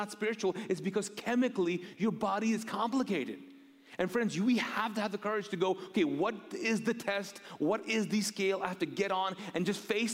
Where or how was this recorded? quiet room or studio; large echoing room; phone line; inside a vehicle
large echoing room